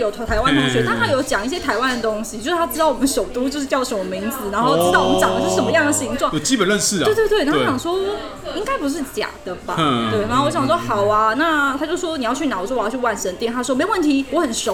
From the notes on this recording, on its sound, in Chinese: 本集白噪音指數：蚊風級 1/5。錄音地點：印度咖哩吧 - Curry Lounge。